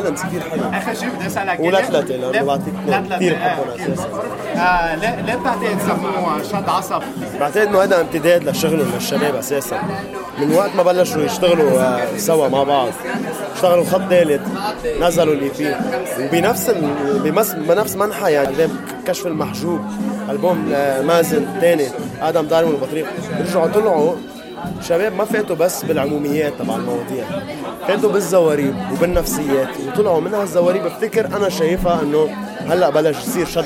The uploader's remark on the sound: Speaks to some up and coming rappers at a joint performance in Beirut, and gets feedback from the audience and fans.